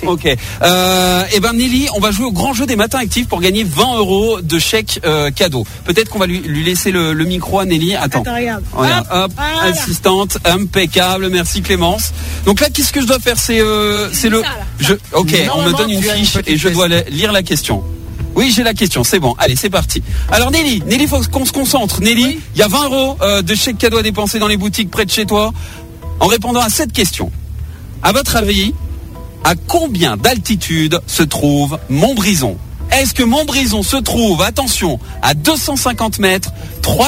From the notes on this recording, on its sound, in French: En direct des rues montbrisonnaises.